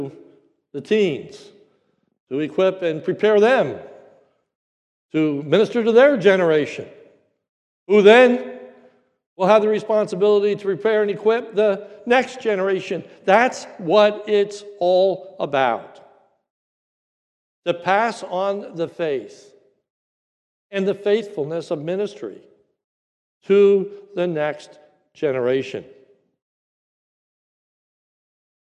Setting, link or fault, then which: setting, large echoing room